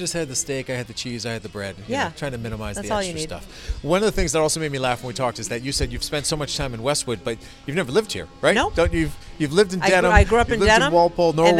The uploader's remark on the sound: chat from a booth at Islington Pizza